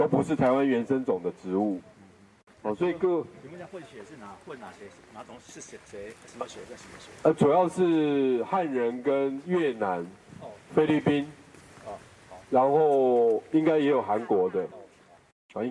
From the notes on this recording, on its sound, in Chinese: 大隆田展區」現場導覽